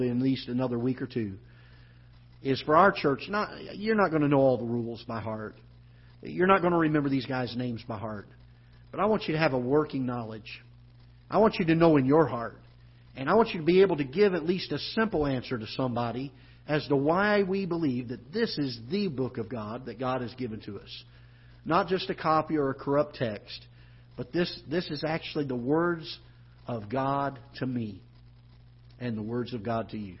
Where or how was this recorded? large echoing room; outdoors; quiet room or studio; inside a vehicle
large echoing room